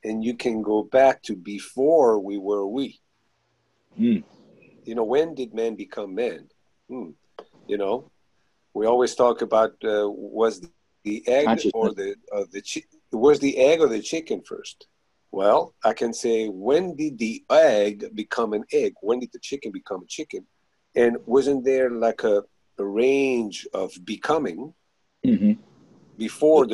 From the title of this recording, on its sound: Zoom meeting